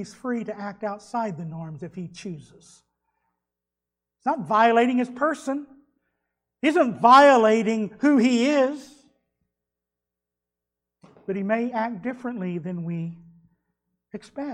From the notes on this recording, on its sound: was delivered at Trinity Baptist Church on Sunday morning, June 6th, 2021.